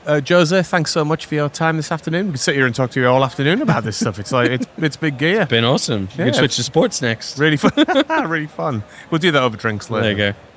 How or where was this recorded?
busy venue